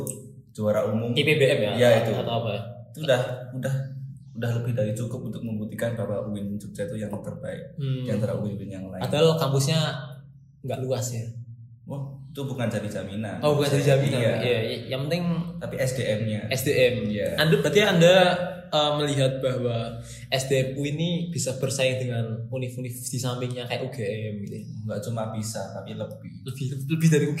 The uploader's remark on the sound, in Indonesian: Maaf ya kalo audionya jelek.